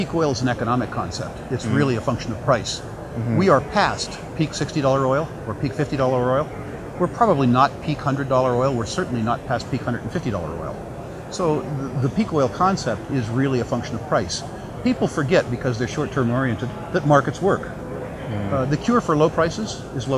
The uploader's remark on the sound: at the the recent World Resource Investment Conference